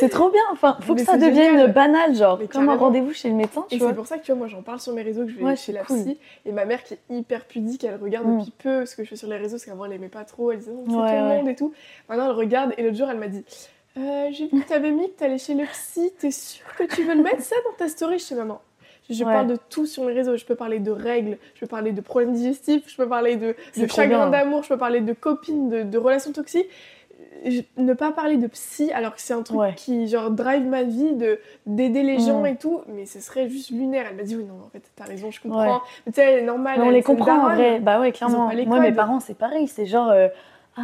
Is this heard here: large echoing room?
no